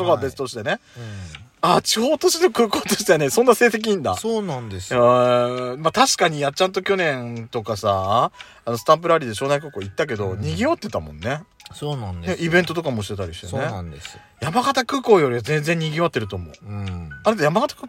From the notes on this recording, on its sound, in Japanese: パーキング収録